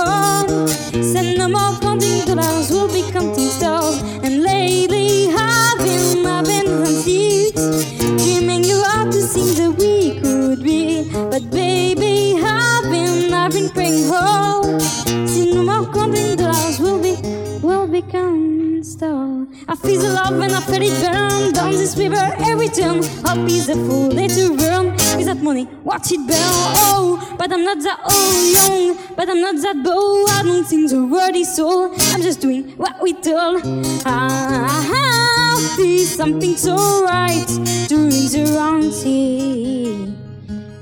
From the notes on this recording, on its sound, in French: Enregistrement réalisé lors du concert dans les thermes de Chassenon.